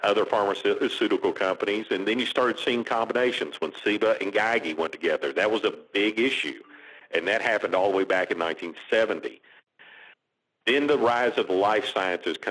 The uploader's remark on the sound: joins the duo by phone